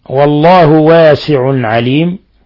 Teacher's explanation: تنوين ضم جاء بعده حرف العين، الحكم التجويدي إظهار حلقي